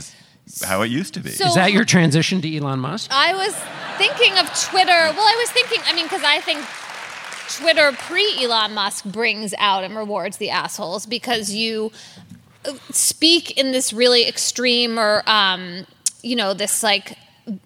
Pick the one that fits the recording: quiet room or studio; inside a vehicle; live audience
live audience